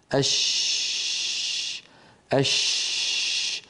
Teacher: الشين تخرج من وسط اللسان مع وسط الحنك الأعلى كما نرى، ولكن يبقى المخرج مفتوحا · Term: مخرج الشين